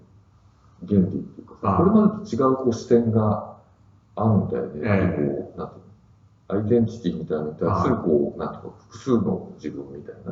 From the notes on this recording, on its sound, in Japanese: 旧マイクで音声ややわるいです。